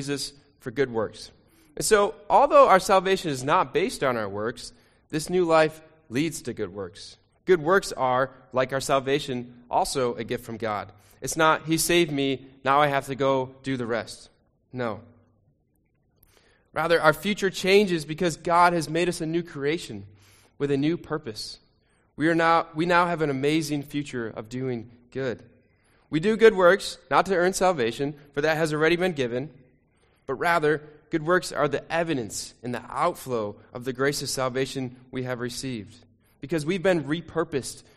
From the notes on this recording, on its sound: Sermon recording from Sunday 2 Jul 2023